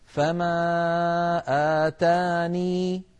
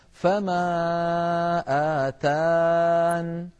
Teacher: وليست الياء في أصل الرسم، له في الوقف وجهان: إما أن يقرأها كالوصل فيثبت الياء فيقول فما آتاني، وإما أن يحذفها فيقف متبعا للرسم فيقول فما آتان